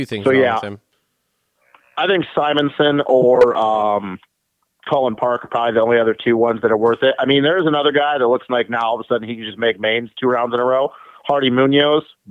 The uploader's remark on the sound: get on the phone